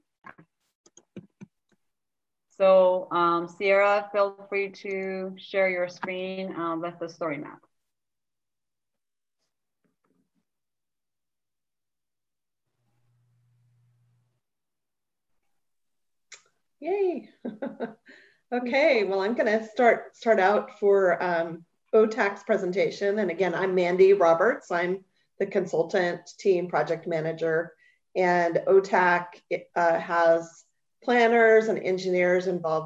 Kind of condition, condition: link, video call